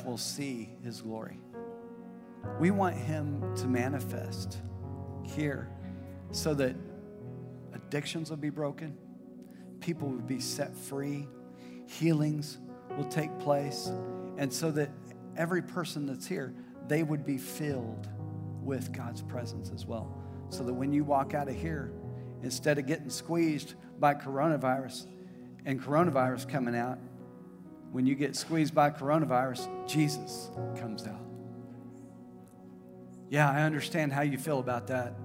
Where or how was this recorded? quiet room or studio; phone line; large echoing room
large echoing room